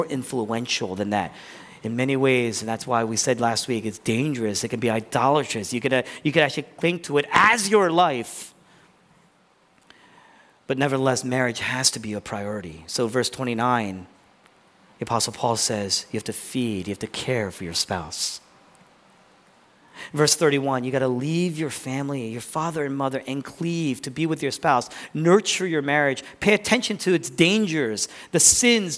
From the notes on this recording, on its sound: originally preached in East Falls, Philadelphia